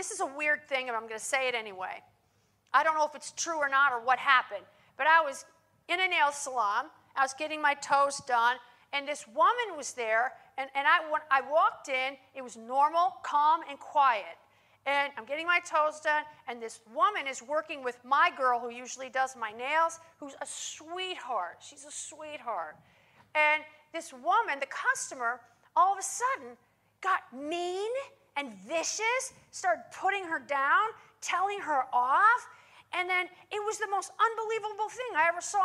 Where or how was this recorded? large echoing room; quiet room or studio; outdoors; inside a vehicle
large echoing room